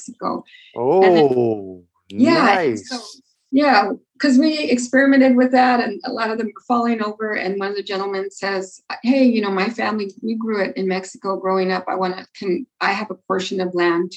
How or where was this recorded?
video call